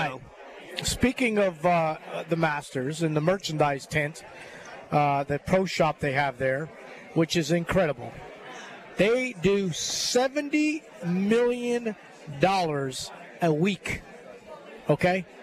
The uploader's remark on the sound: LIVE From Felix's Fish Camp!